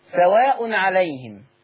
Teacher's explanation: لما الميم يجي وراها همزة نعمل لها صلة، نقول عليهم نعم أنذرتهم.